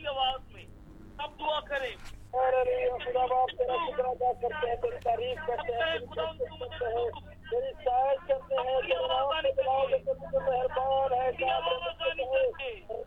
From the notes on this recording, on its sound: speaking via phone to group in Pakistan